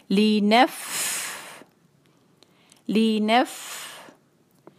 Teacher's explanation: یشکرو آگے ہے لی نفسی، لام پہ ہے کسرہ اس کو باری کریں گے ایک حرکہ لی، نون پہ ہے فتحہ اس کو ملائیں گے فا کے ساتھ، فا کو سانس کے ساتھ جاری سانس کے ساتھ ادا کرنا ہے